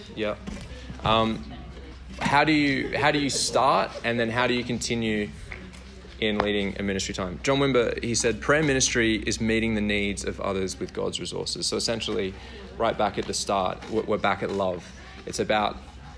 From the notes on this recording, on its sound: workshop given at Vineyard Australia National Conference in Caloundra